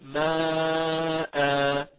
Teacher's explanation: عندما أقف عليها أبدل تنوين الفتح هذا ألفا فأقول ماء بمقدار حركتين.